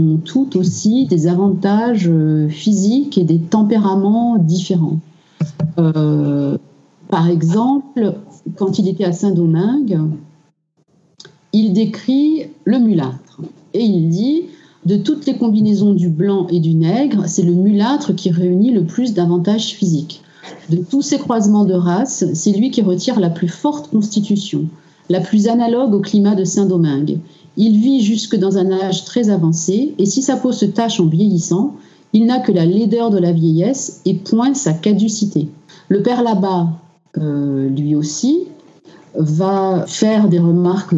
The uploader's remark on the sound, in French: Nous avons enregistré durant trois heures, via Skype.